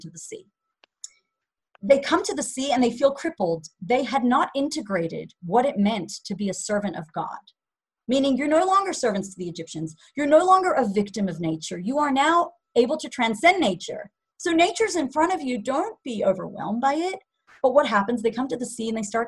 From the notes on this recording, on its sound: Zoom Class